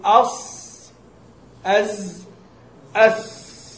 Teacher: الصاد تجد فيها ارتفاعا تجد فيها ارتفاعا لأقصى اللسان والسين والزاي بشيء من الانخفاض